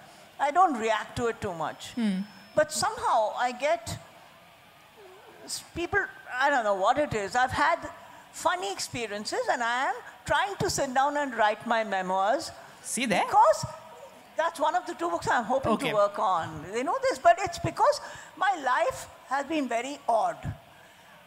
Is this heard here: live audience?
yes